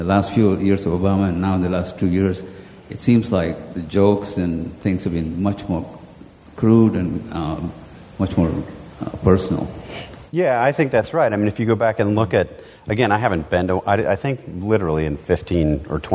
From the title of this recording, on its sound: Live From the TWS Midwest Conservative Summit!